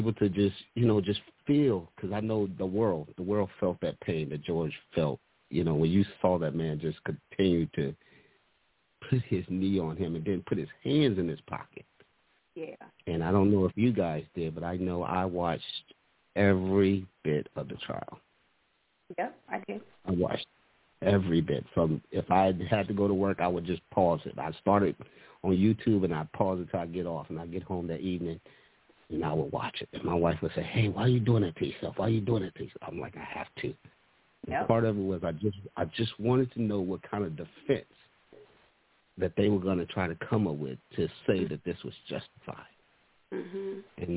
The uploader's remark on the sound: Your phone calls.